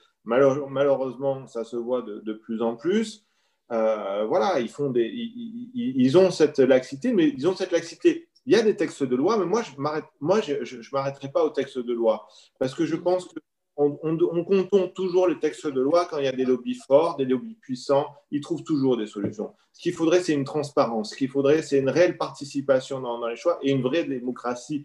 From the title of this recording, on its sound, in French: 15 janvier 2021 en visio